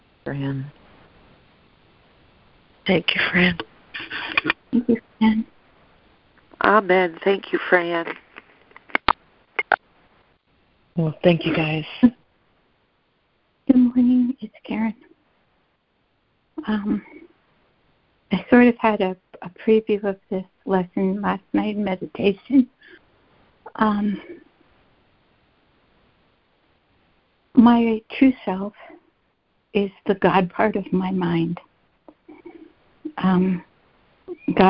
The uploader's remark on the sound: ACIM Daily Conference Call